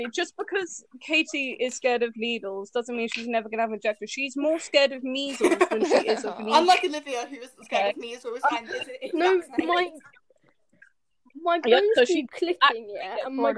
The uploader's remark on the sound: TECHNICAL DIFFICULTIES!! Yes, everyone mics messed up today.